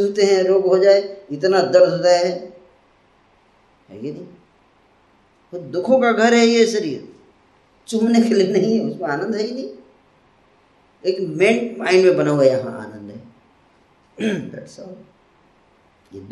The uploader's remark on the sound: Occasion : Jagannath Puri Yatra 2020. Audience : Camp devotees.